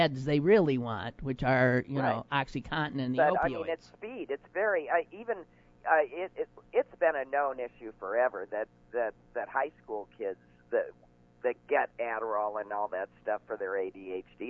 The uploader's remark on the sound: only a small phone issue today